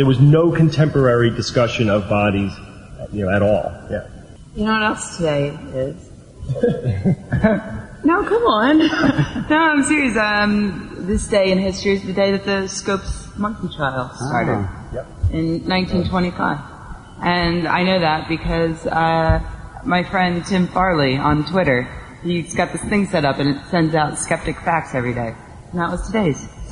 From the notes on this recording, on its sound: Live Recording from TAM8. Live Q&A.